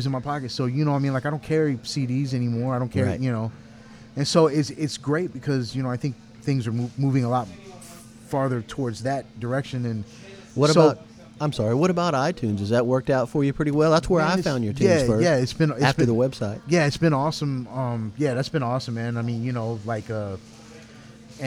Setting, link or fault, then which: setting, busy venue